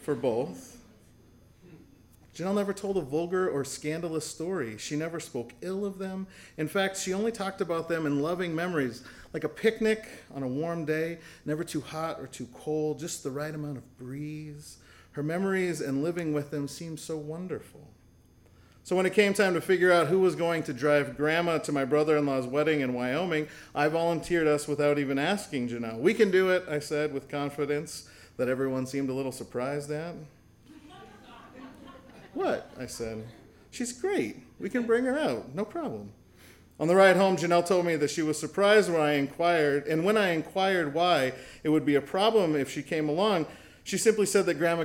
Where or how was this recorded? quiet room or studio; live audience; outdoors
live audience